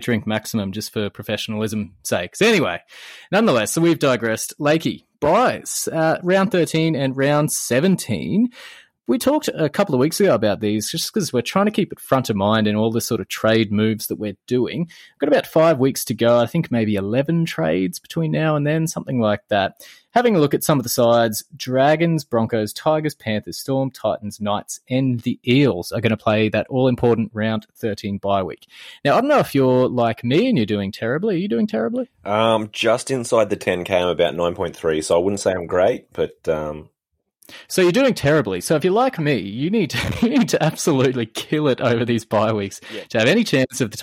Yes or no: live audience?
no